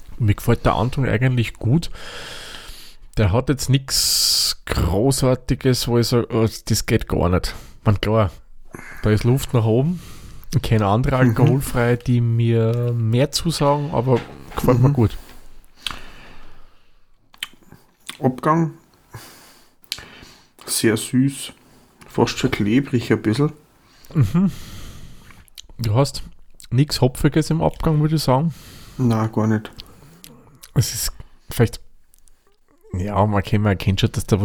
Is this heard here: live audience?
no